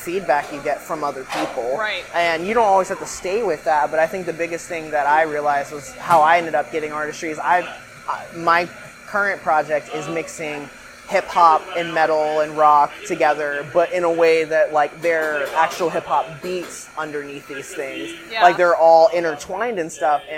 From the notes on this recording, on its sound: Don't mind the coffee shop noises. This conversation happened to have some coffee grinding and doors squeaks as sound effects to add to the experience!